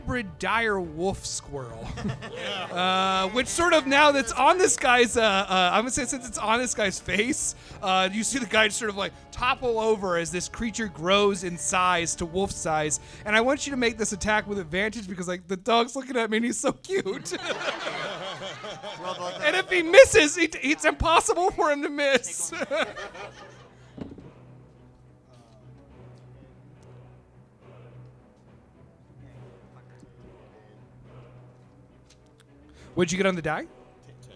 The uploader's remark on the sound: Here’s another edition of our live show series Thirst For Adventure!